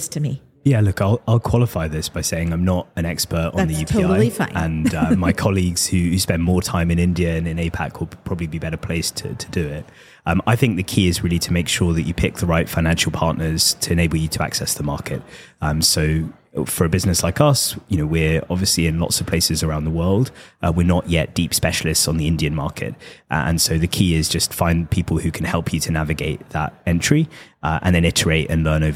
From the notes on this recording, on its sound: joins The MoneyPot LIVE at our booth in Amsterdam